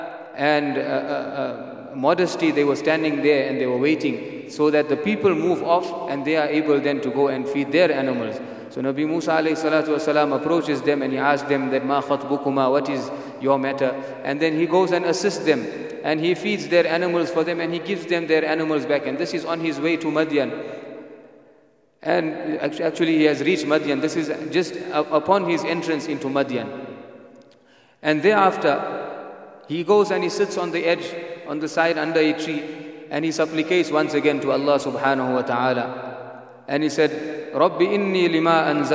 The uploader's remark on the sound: at the Houghton Masjid (West Street)